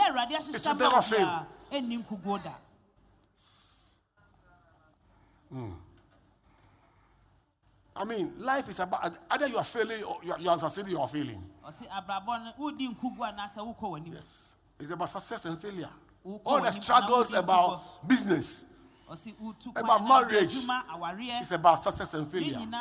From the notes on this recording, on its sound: Preached at LCC Goshen